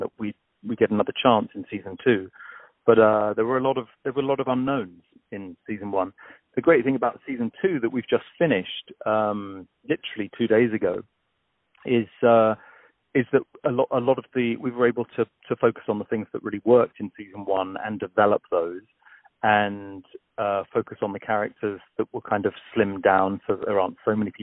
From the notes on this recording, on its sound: On the phone